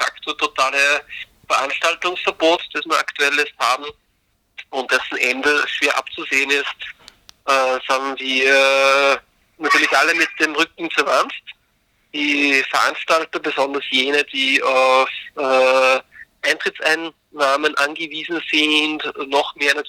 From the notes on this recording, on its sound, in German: Im Telefoninterview.